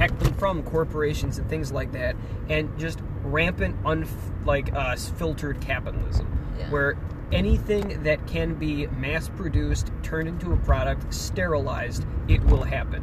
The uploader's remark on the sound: recorded in a moving vehicle and a falafel restaurant